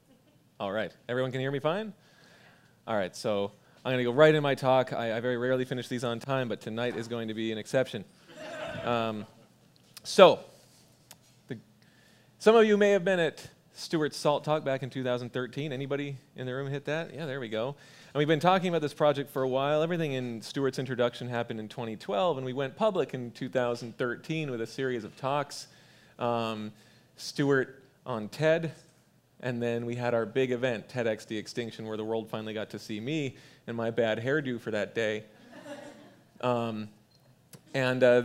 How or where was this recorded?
busy venue